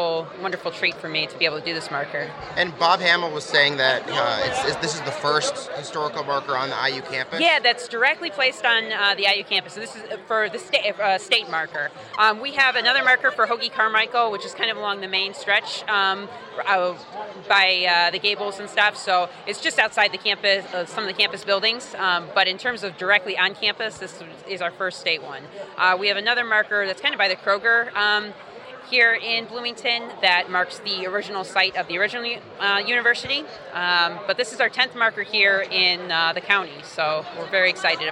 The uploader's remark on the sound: Four interviews conducted on location at this weekends dedication ceremony for the Bill Garrett state historical marker.